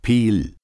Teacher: Clear L in final position